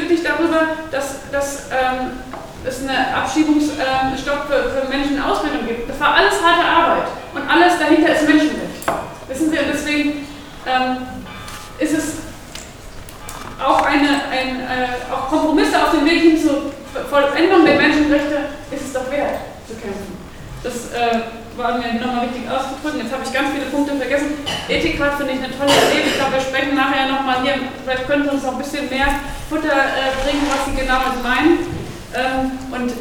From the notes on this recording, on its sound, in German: Podiumsdiskussion Medinetz am 16.10. 2018 in Marburg. Mitschnitt der durch MediNetz organisierten Podiumsdiskussion.